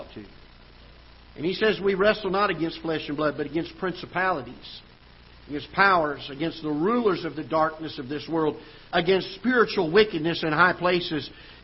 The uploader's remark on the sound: Ketha Heights Baptist Church ~ Live Broadcast